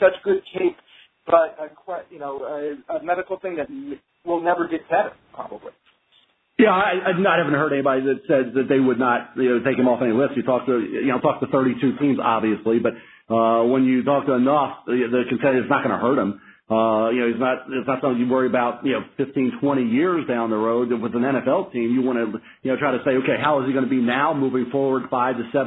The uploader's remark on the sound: NFL Draft Conference Call. In a conference call.